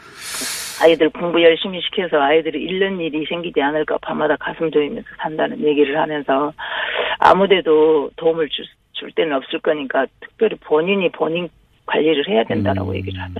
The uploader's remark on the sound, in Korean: 전화연결